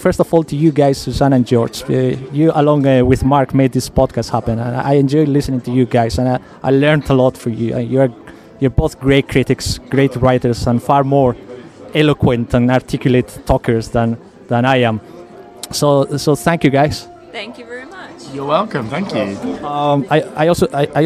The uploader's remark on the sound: On the phone. Get together for the final episode of the podcast series at the Filmhouse Cafe in Edinburgh.